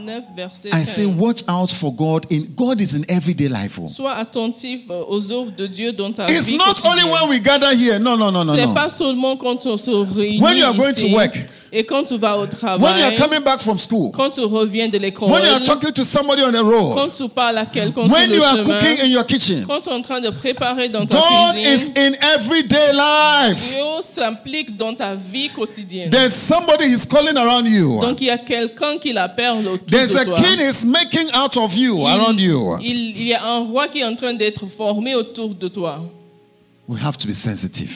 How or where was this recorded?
large echoing room